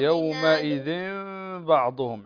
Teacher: عندنا هنا إقلاب تنوين وبعده الباء الباء من حروف الإقلاب.